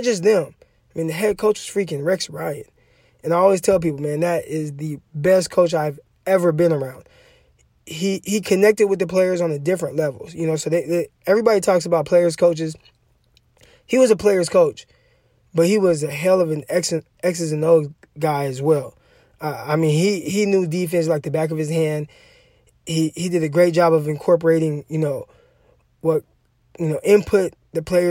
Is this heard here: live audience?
no